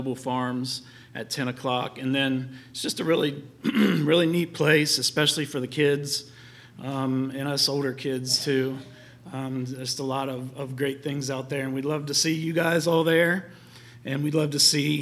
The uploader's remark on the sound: LIVE Services at Sunshine